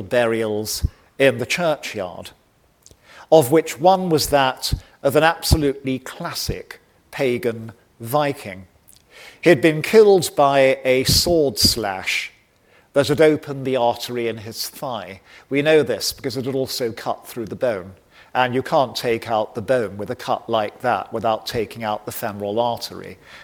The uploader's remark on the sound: recorded on 8 March 2023 at David Game College, London